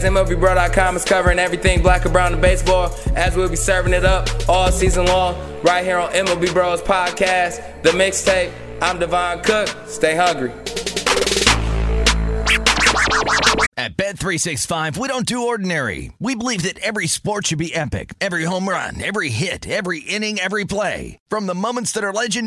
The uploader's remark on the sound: Live at the Ballpark